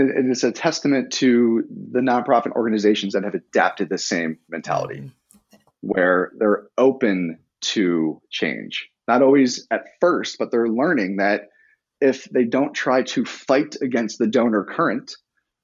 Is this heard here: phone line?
no